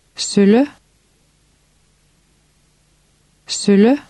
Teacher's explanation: shorten the sound of the ø a little bit · Term: short ø sound